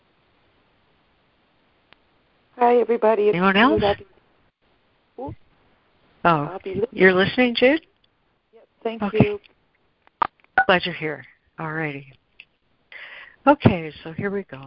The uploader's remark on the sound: ACIM Daily Conference Call